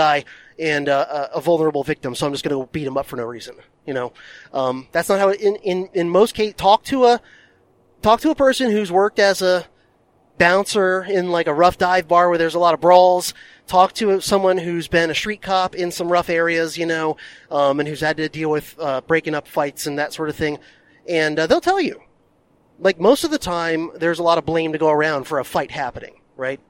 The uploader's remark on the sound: recorded this DHP Bonus Episode during one of his long drives